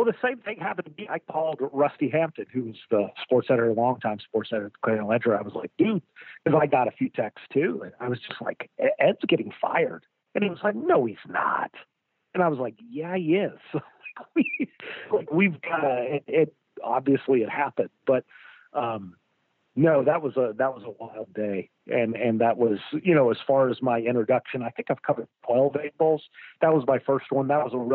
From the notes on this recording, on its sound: joins on the Modern Woodmen phone line